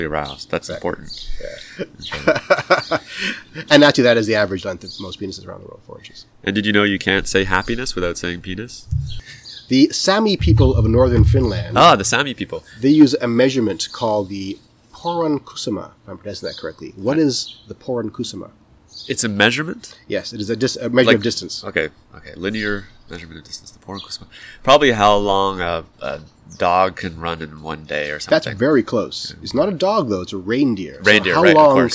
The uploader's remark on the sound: We recorded this outside, so you will hear sounds of actual nature –squirrels and birds– and the occasional airplane and siren. Which causes a weird warbling noise on the microphone.